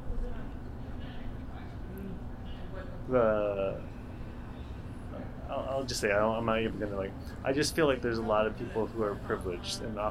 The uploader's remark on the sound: We recorded outside on a slightly windy day so there is definitely background texture and sometimes annoying wind. Old Oakland represent though! We also had to cut about 11 minutes of our conversation due to the recording quality.